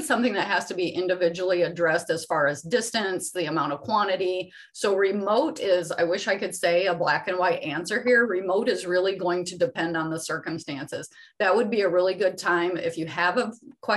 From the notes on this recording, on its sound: You are listening to audio from a webinar in the Safety+Health Webinar Series.